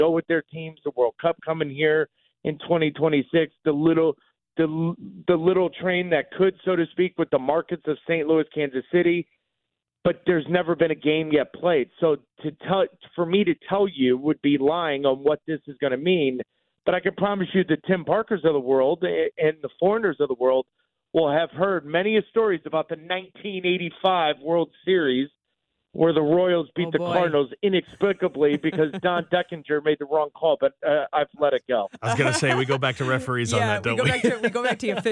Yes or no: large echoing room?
no